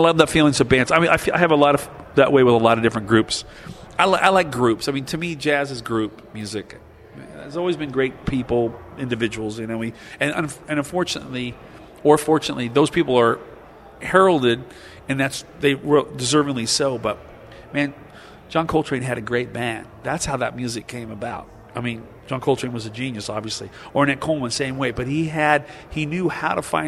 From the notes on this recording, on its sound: between his sets at the 2007 Rochester International Jazz Festival